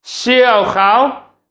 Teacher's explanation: he extended the pronunciation on the shin